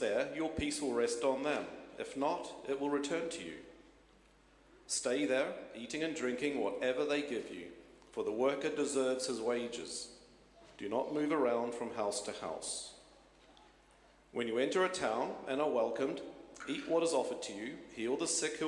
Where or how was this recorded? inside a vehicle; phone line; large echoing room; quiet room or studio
large echoing room